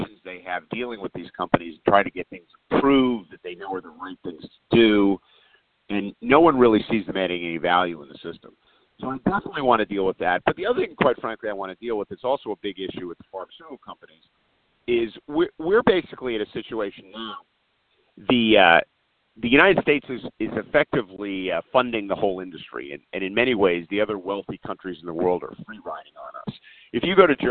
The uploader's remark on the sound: Solutions 2020 conference call